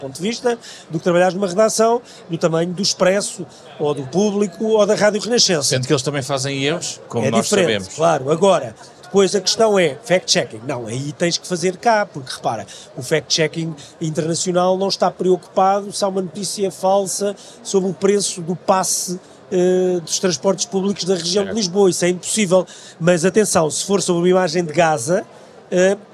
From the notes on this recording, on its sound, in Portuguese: Programa gravado ao vivo na Web Summit.